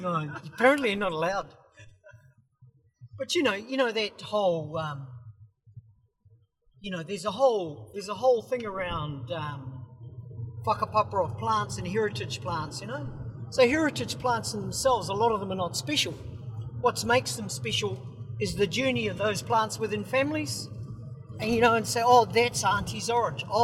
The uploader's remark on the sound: The sound may be a bit weird, as it was recorded on the go in the car going to Uawa.